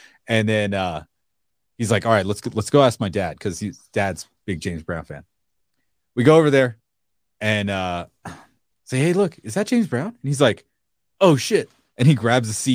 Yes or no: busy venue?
no